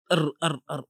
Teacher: Ha, dalam takrir, ulang-ulang dalam bahasa dia. Takrir ni ulang-ulang. Lidah tu dimainkan di hujung tu.